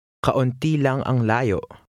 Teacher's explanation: the second and third words run together